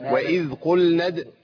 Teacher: واذ قلنا الدال ساكنه. بس الدال هنا مقلقله · Term: القلقله